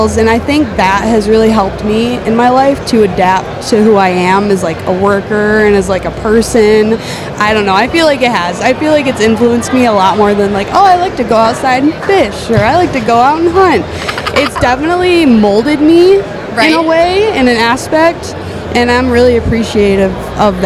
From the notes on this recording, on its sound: Special Event: Live at the Outdoorama. At the Outdoor Rama in Michigan.